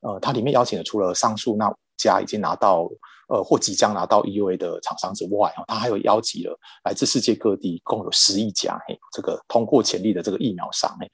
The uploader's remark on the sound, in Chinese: 本集節目採用 Zoom 遠端錄音，非專業設備，錄音品質欠佳敬請見諒！